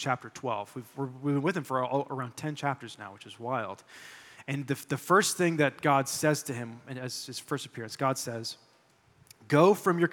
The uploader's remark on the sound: delivered this sermon during our July 23, 2023, Sunday worship service